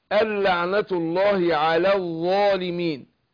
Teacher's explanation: النون ساكنة وبعدها اللام، ادغام بغير غنة. فأدغمت النون في اللام، فنطقت بعد الهمزة اللام على طول، اللعنة الله على الظالمين.